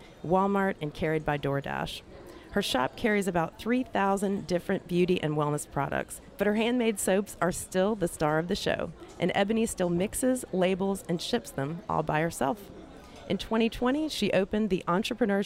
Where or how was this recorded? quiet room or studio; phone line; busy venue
busy venue